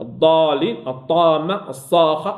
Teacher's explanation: الألف في بعض الحالات تفخم، الألف في بعض الحالات تفخم. متى؟ إذا سبقت بحرف مفخم · Term: تفخيم الألف